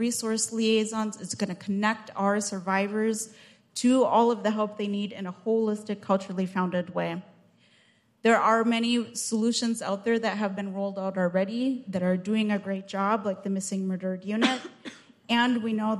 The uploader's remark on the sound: The panel took place during the morning session of the White House Tribal Nations Summit on December 6, 2023.